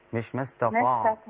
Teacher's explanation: الطاء بس اللي مفخمة، والتاء والعين بعدها وقبلها رقيق.